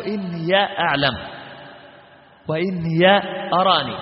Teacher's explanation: قرأه الإمام قالون بفتح الياء